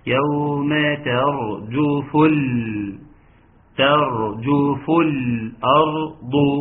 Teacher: الارض اللام التعريف القمريه مظهره